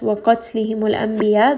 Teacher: this is a four-count مَدِّ الْعِوَدْ